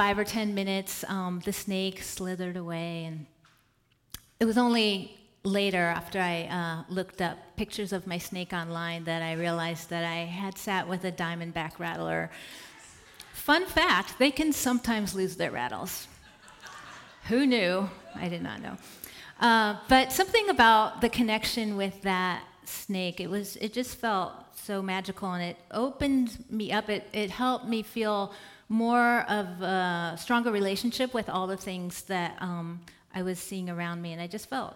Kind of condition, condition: setting, live audience